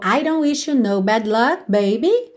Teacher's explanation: Atenção como esse T aqui do don't a gente realmente não ouve. · Term: consoantes oclusivas